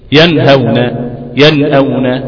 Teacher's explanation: في غنة ولكنها غنة في أصل النون · Term: الغنة الناقصة